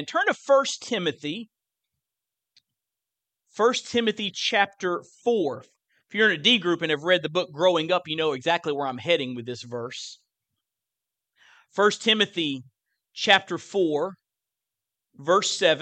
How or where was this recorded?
large echoing room